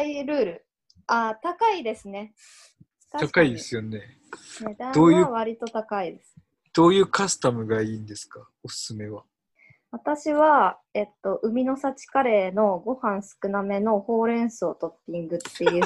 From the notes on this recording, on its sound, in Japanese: 収録地：それぞれの家や職場（zoom収録）